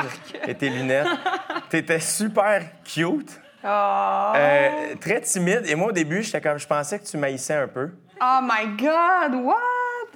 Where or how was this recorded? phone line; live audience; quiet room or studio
live audience